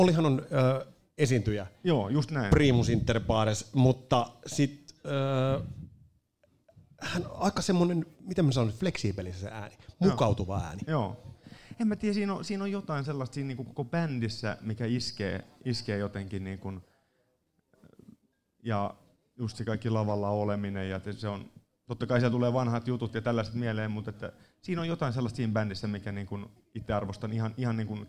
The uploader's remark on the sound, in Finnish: Jakso on tallennettu sataprosenttisesti livenä elävän yleisön edessä Ravintola Bar'kkissa.